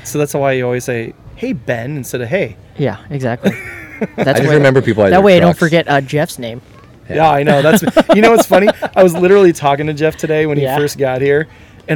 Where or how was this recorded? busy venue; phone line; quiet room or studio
busy venue